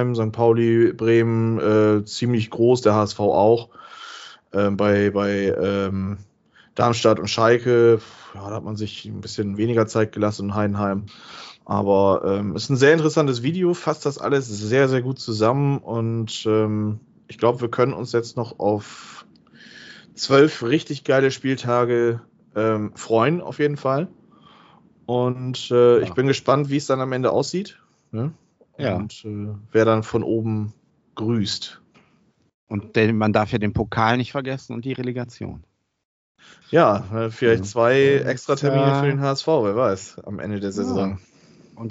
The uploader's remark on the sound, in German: Aufgezeichnet am 17.02.2022 via Skype